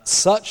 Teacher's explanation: Swilch becomes such. The L disappears. So this word swilch is like German solch, which has an L in it, but this L disappears in the later history of English, and so that's how we get such.